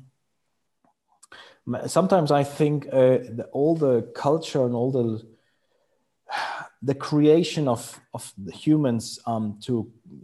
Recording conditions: video call